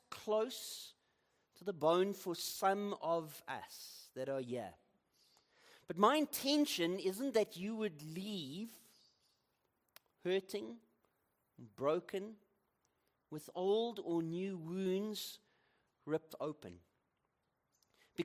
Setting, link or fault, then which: setting, large echoing room